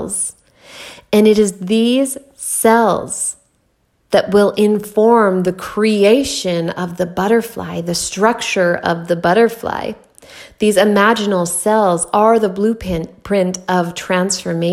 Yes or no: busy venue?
no